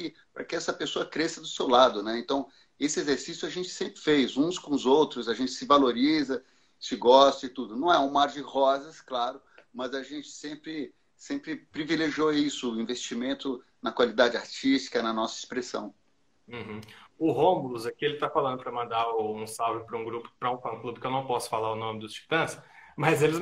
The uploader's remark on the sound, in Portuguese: ao vivo no instagram da Alvorada FM